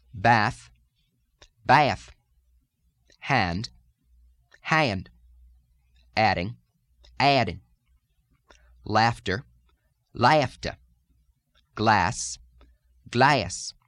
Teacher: in the a, as in hand, add, laugh, vowel, we're going to put that intrusive y sound into it, into this first major lilt extension.